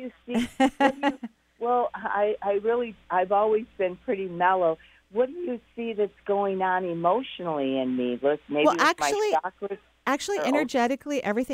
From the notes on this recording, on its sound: Enjoy this call in show